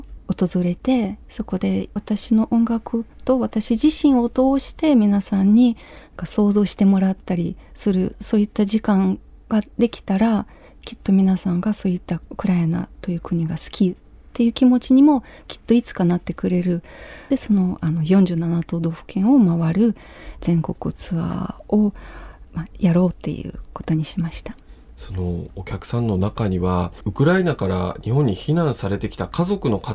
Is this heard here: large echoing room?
no